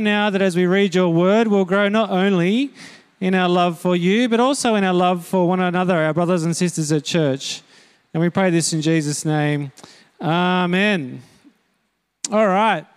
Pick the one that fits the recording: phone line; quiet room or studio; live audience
live audience